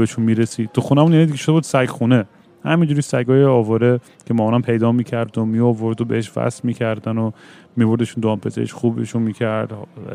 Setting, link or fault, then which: setting, busy venue